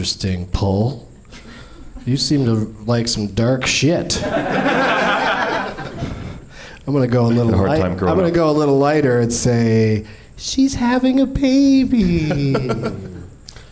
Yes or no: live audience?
yes